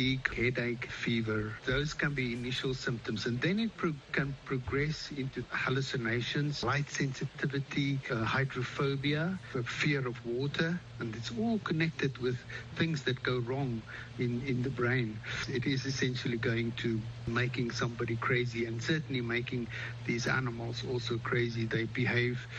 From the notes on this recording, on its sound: Health Chat is a live call-in program that addresses health issues of interest to Africa. The show puts listeners directly in touch with guest medical professionals.